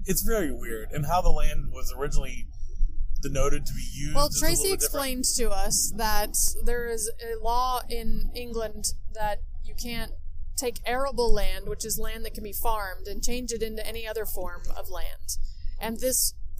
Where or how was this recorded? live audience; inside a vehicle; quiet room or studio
inside a vehicle